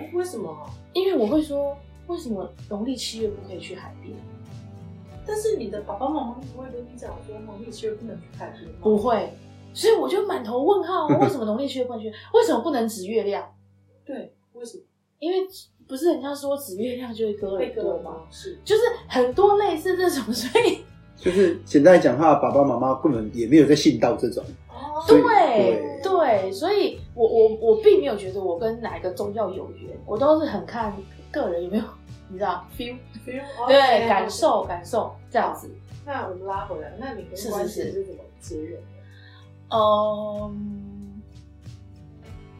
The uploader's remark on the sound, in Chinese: 由於設備不足收音狀況欠佳